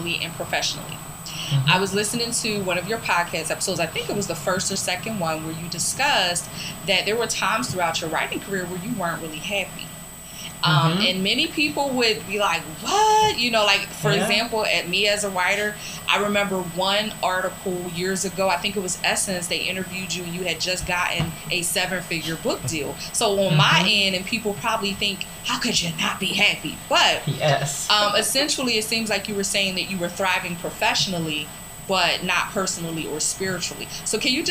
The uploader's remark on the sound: I apologize in advance for the shrill noise in the background. We believe it was interference in one of our headsets.